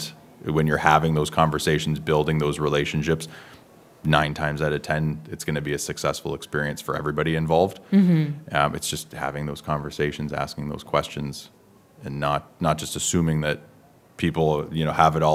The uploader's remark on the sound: Live from the 2023 CEWIL Conference in Halifax, NS